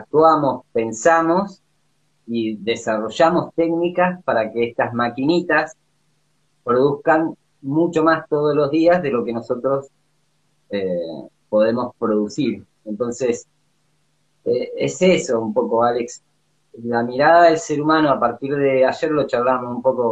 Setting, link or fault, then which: link, video call